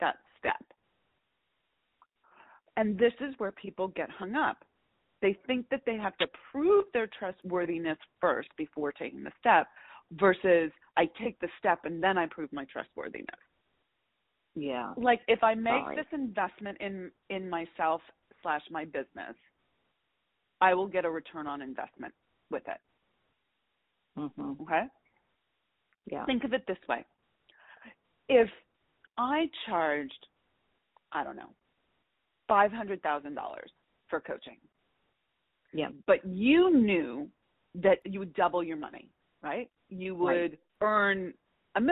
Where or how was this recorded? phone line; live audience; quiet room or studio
phone line